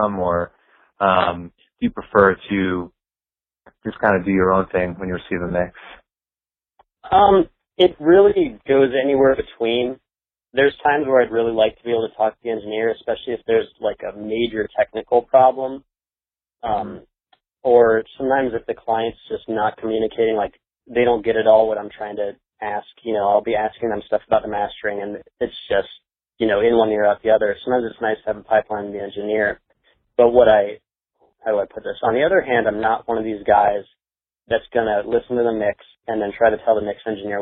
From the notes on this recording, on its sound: Phone Interview.